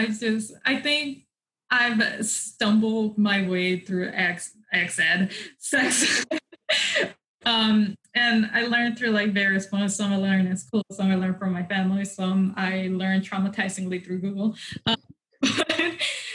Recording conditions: video call